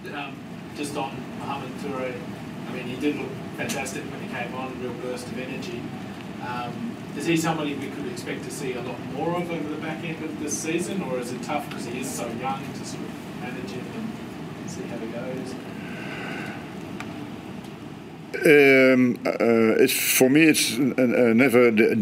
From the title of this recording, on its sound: Post-Match Press Conference